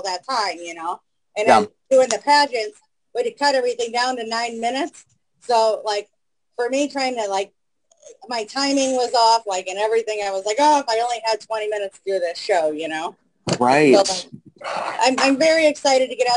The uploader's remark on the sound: stopped by to chat with us on Zoom.